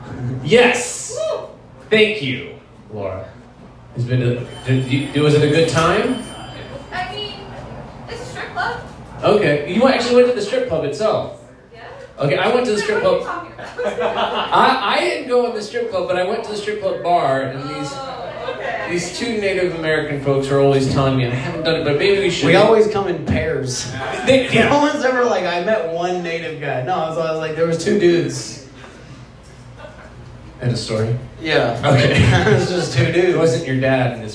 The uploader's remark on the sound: Live at The Waterwheel